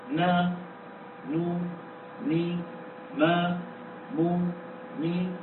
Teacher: وتكون الغنة أنقص ما تكون، يعني أقصر ما تكون في النون والميم المتحركتين.